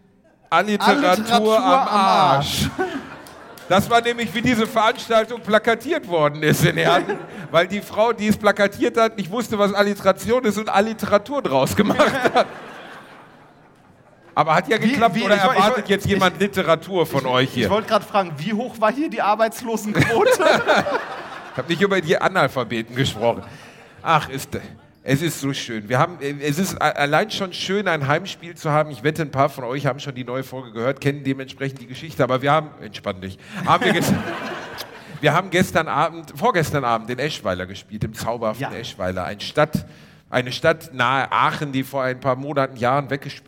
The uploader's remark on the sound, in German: Diese Woche gibt es daher die erste Hälfte unseres Live Mitschnitts aus der wundervollen Schwarzkaue in Herten.